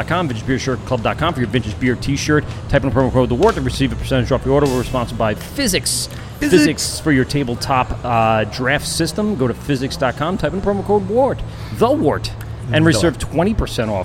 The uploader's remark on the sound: LIVE show at South Shore Craft Brewery in Oceanside NY.